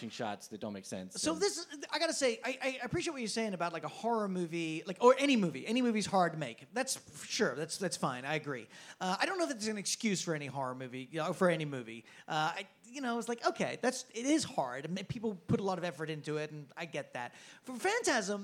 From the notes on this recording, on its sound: Phantasm LIVE at Fantastic Fest 2019. LIVE onstage at the Highball during Fantastic Fest 2019.